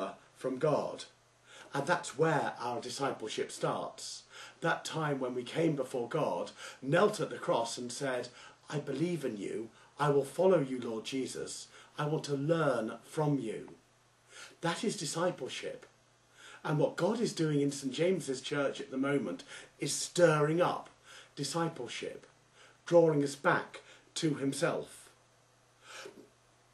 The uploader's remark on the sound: Originally preached at the evening "Connect" service at St James Church, Styvechale, in Coventry, England.